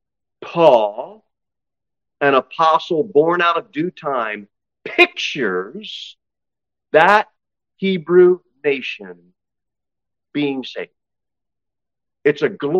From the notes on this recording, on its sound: Sermon delivered at Pilgrim Baptist Church